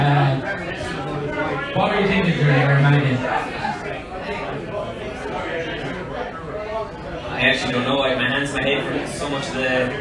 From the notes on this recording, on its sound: This week we are live from Taaffes Bar